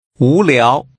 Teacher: Using two rising tones, say boring.